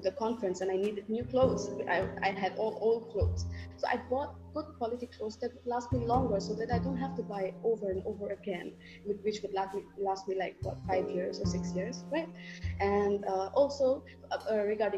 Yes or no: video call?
yes